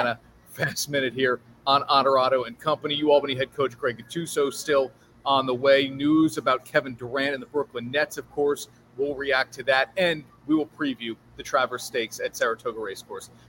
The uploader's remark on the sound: LIVE From Minogue's Beverage Center